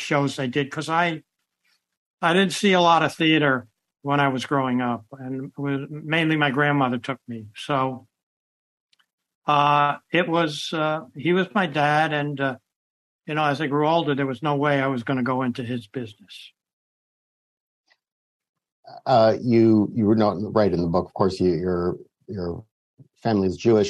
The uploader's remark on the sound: This program was recorded via video conference on September 27th, 2022 by the Commonwealth Club of California.